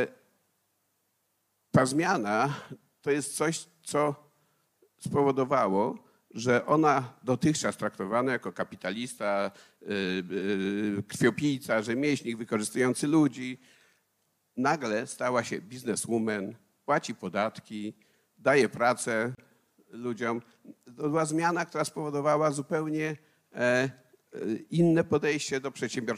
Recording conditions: live audience